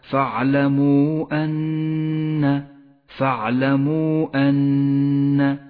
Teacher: والآن المد المنفصل عند قوله تعالى فاعلموا أن، فاعلموا أن، الواو في كلمة والهمزة في الكلمة التالية، هذا مد منفصل، وهو مد جائز اخترنا قصره على حركتين